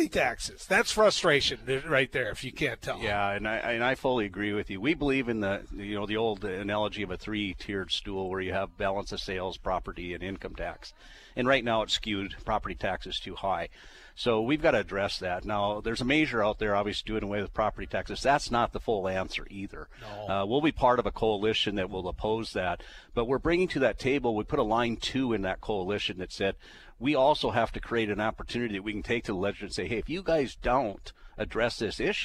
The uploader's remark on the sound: broadcasting live from the NDFU State Convention